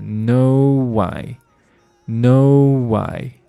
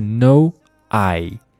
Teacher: 那这个时候 no 和 I 之间又有了一个连读 · Shown in: first take · ，就是 nowhy，nowhy，而不是 noI，是 nowhy，nowhy，no I didn't seeit，就是这句话。再往下，他说，I geta lot oftexts。首先看这个单词很烦啊，这个